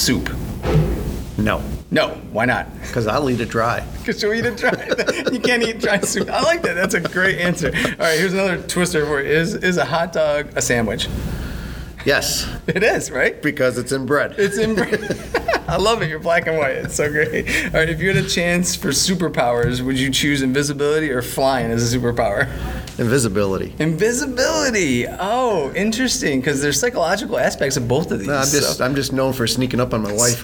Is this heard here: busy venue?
yes